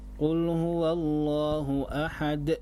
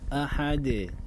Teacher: Kandas di hamzah. Seakan-akan ada huruf tambahan. Ini tidak tepat. · Shown in: first take